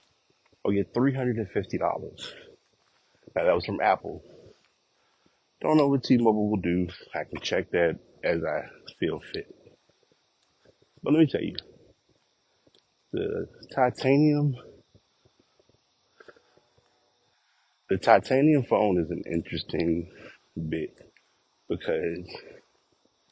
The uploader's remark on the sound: Walking Recording